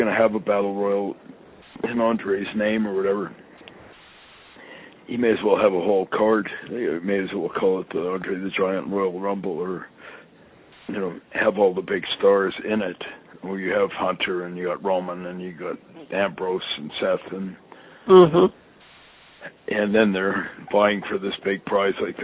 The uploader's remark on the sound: I sit down on the phone with my friend